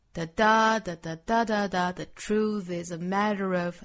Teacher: 注意节奏感是 truth 和 mat 这个音节重读